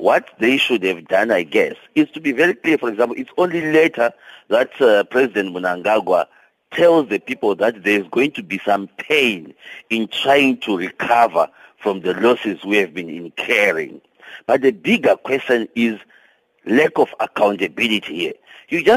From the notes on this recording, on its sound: we are now on the line joined